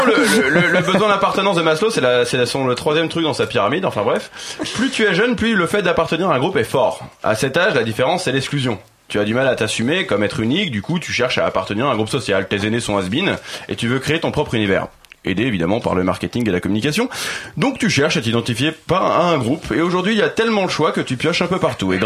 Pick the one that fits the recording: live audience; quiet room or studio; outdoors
quiet room or studio